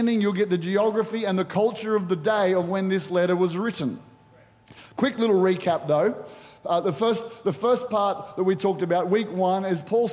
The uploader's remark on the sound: Recorded during our 9am service on Sunday, the 20th of August 2023.